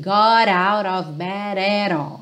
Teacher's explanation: Quatro T's ou D's aí que viraram rarará, esse é som do garoto, guri